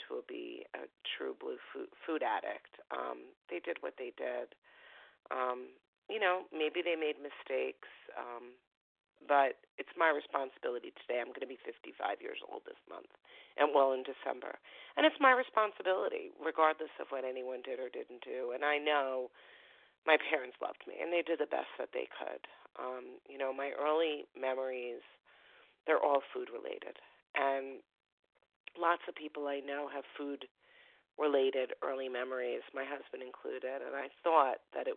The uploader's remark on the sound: Phone Meeting